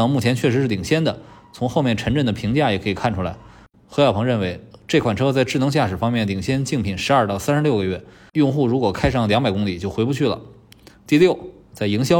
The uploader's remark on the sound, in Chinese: 现场录音